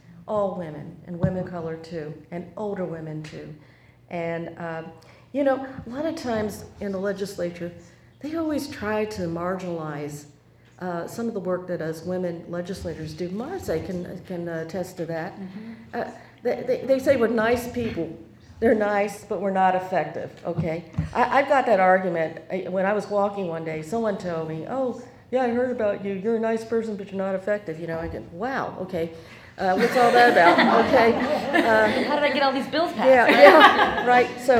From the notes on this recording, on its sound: We bring you audio from our Racial Justice NOW event.